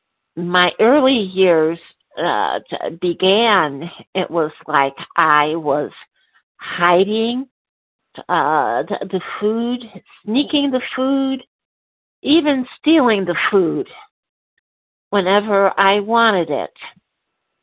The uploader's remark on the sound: From the 100 Pounders Phone Meeting.